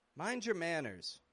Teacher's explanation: Instead of getting a full your all the time, we can often reduce it to just a your. And if the word before your ends in a D, it sounds more like jer